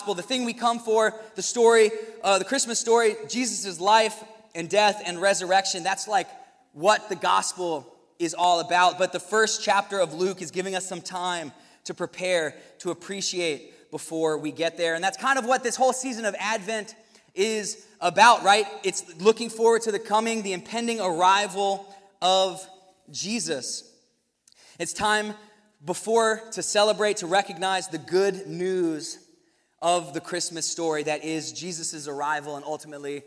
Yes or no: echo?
no